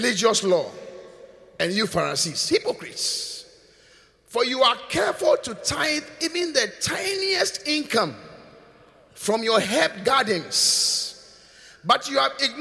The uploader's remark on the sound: Preached at the Qodesh